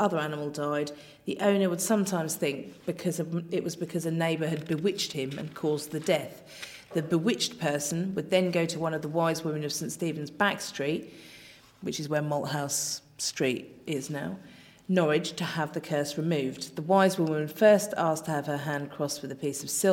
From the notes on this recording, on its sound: This week the team are recording from the crypt at the Assembly House